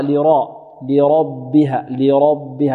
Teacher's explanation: الراء مفخمة والباء ماذا؟ مرقة